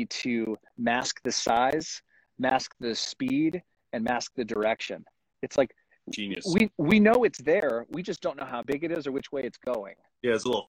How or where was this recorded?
video call